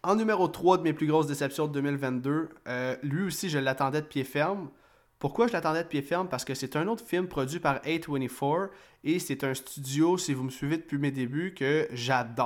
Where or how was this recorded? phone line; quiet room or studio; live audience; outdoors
quiet room or studio